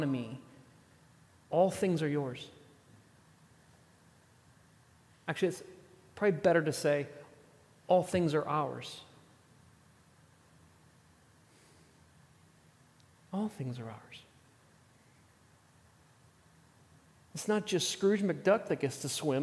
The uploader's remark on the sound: at The Table worship gathering on Sunday, July 16th, 2023.